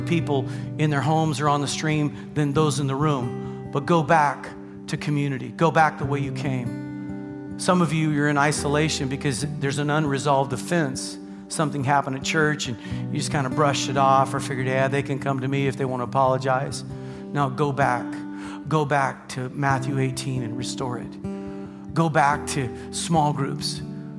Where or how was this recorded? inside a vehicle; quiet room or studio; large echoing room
large echoing room